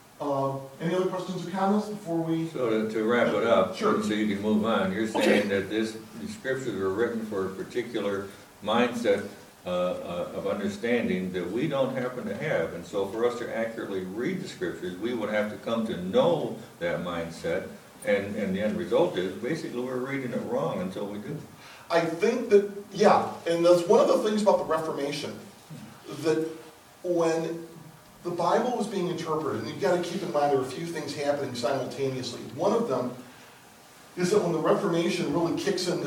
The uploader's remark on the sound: The class sessions were recorded during Sunday School at Troy Christian Chapel in Troy, Michigan.